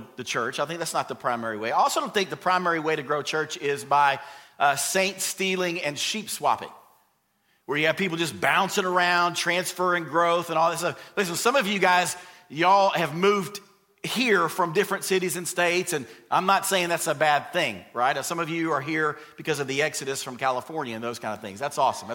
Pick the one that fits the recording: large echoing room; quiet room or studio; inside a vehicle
large echoing room